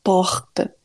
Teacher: O R, ele é mais na garganta